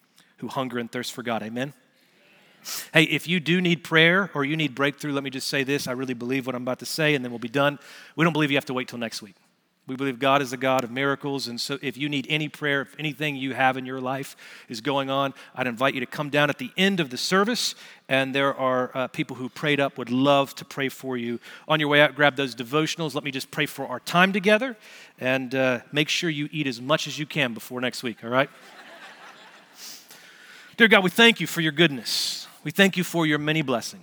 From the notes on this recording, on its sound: Recorded Live at Brookwood Church on 01.07.2024